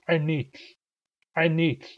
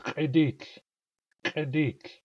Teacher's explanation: It starts with a pharyngeal stop. · Shown in: first take